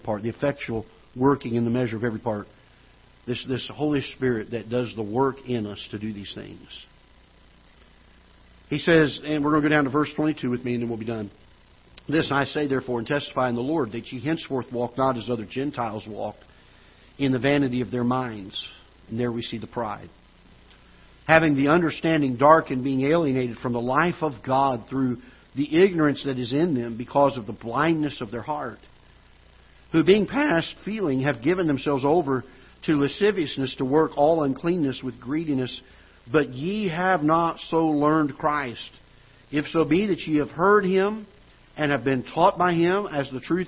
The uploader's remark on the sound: Ketha Heights Baptist Church ~ Live Broadcast.